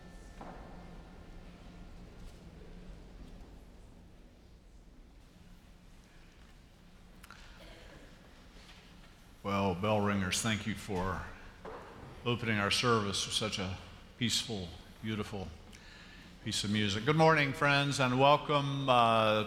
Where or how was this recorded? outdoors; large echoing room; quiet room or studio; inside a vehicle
large echoing room